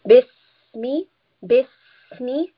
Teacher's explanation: seen is a letter of safir. What this means is there is a slight whistling sound.